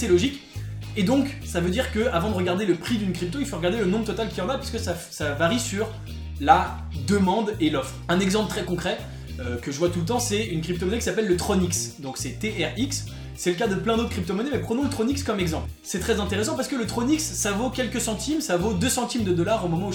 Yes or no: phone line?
no